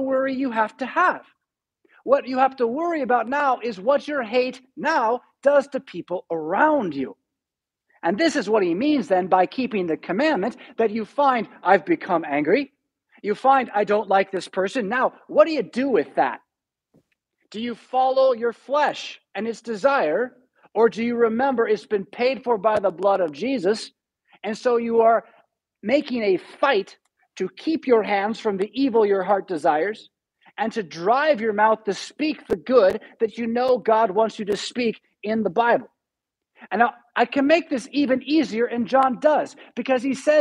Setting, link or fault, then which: setting, large echoing room